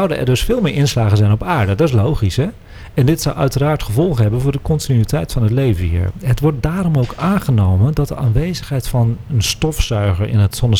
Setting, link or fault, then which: setting, busy venue